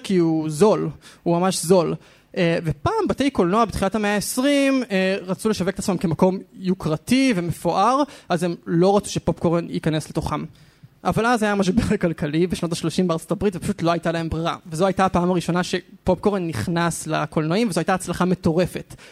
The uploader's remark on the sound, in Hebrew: חיות כיס לייב. בשבוע שעבר נפגשנו עם המאזינים שלנו בתל אביב והעלינו פרק חי מול קהל.